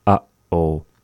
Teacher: Like when we say uh-oh, the pause is happening immediately after that ah and before oh